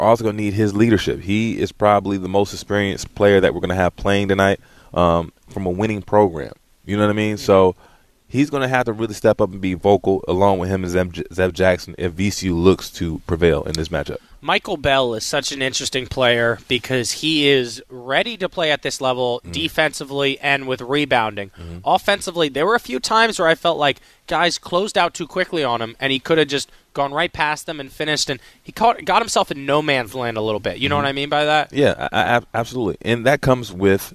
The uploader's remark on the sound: Coming at you live from River City Roll. He is trying his darndest at bowling during our commercial breaks, today!